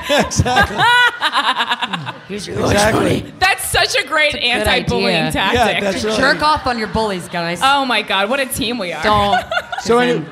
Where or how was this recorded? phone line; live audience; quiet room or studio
live audience